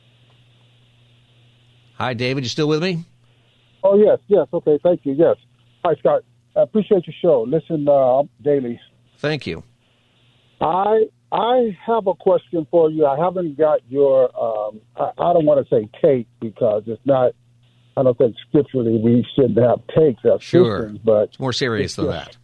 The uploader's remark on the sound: Listeners call